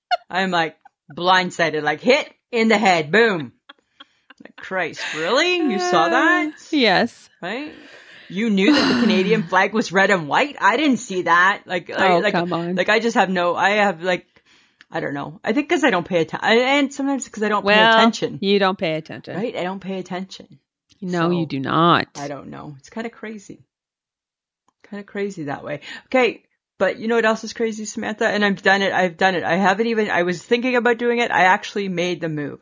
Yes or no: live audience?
no